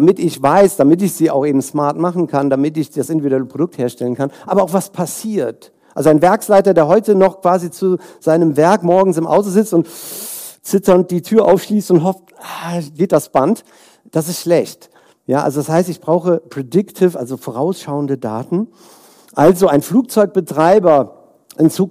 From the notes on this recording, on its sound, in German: Inhalt der Folge ist ein Keynote-Mitschnitt